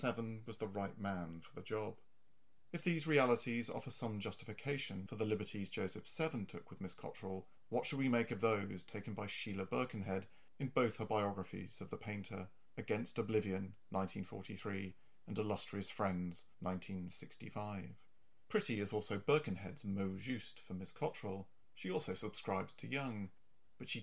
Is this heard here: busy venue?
no